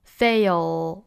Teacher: 正常的这个 fail 呢，就是舌边音作为单词的尾音